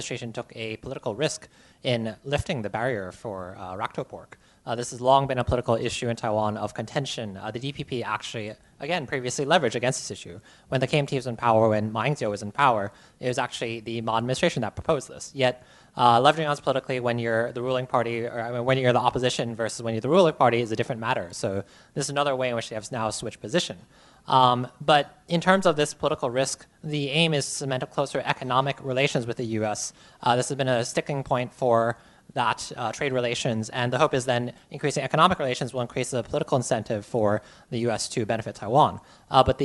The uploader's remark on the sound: A special show recorded live at a forum in Taipei jointly hosted by ICRT and the European Chamber of Commerce Taiwan.